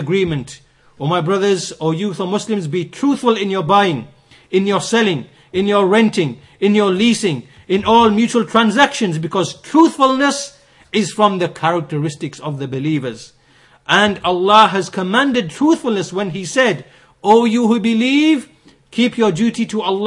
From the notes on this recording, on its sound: Lectures delivered in Masjid as Sunnah, Bradford.